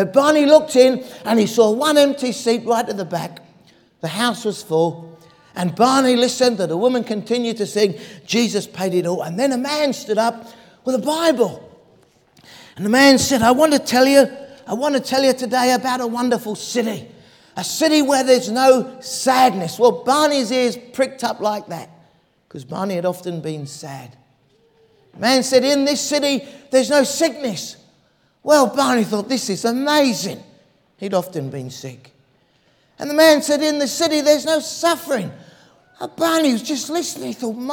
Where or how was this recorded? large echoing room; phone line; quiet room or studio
large echoing room